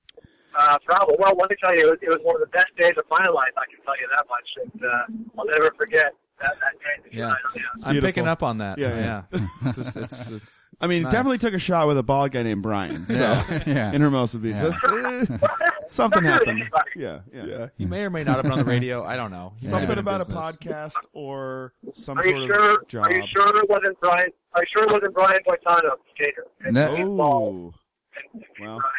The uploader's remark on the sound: called